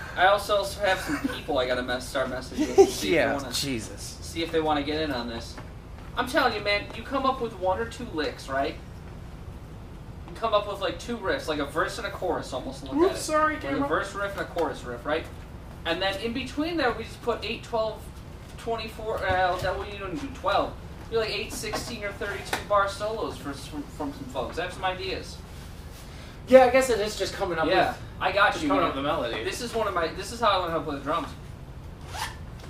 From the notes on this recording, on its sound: There was an issue with the mics during the episode so only the room mics are in use